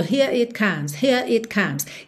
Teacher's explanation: Aqui é bem interessante que eles acabam enrolando a língua no R, here it comes, para juntar no it, ok? Porque senão ficaria um pouco cortado.